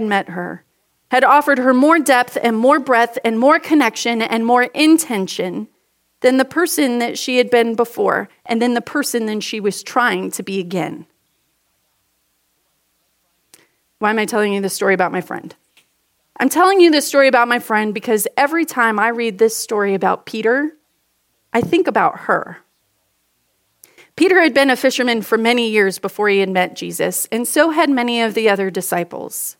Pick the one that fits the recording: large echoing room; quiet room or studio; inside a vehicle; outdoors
large echoing room